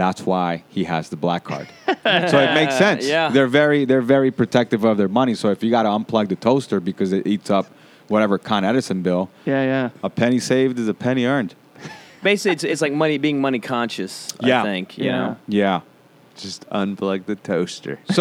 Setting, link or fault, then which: setting, busy venue